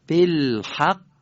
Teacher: هم مکس برای تشدید، هم قلقله برای خوب ادا شدن قاف